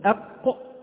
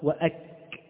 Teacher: القاف يكون اللسان فيها فوق والكاف أسفل